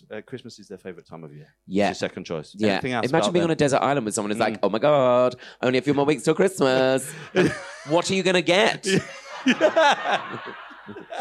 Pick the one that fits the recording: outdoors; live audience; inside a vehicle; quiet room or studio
live audience